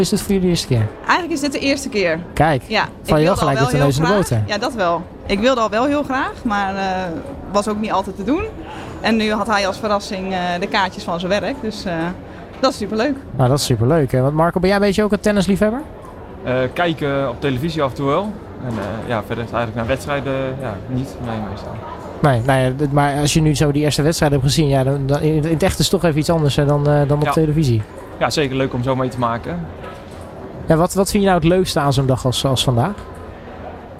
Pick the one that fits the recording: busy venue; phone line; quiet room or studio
busy venue